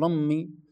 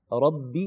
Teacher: ستخرج الباء كأنها مشتركة مع الميم · Shown in: first take · ربي وليست رمي، هناك فرق كبير بين هذا بين الفصاحة.